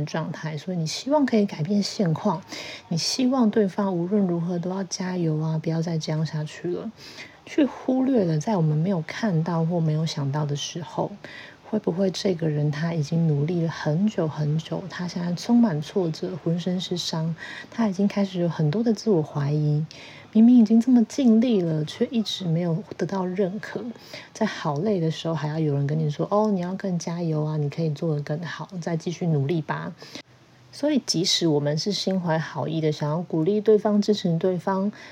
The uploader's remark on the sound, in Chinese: 很多受迫性的背景雜音，我盡力了，請大家見諒。